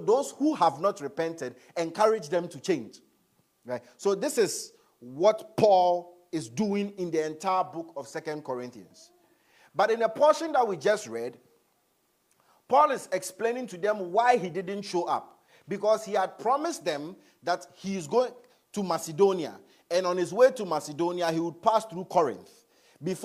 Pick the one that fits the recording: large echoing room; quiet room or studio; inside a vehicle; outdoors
large echoing room